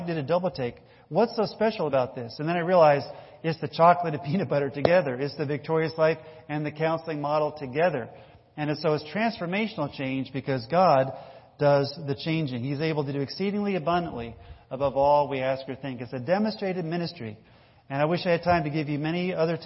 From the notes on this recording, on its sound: This is the audio recording of a church service